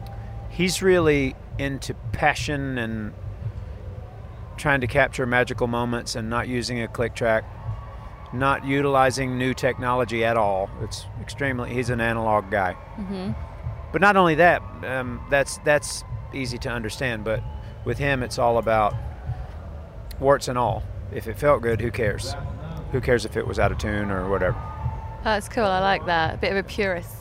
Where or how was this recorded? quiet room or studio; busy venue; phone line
busy venue